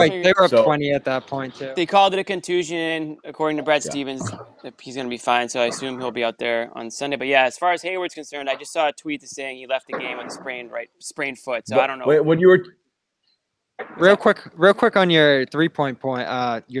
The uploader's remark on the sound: The Garden Report crew breaks down the Celtics and Rockets with a LIVE report from the TD Garden. Live from TD Garden.